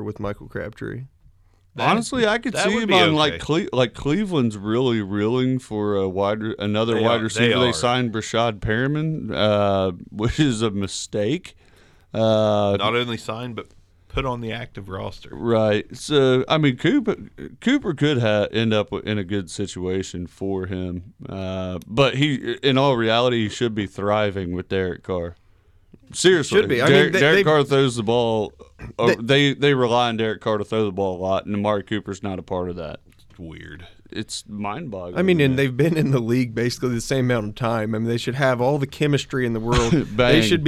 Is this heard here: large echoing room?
no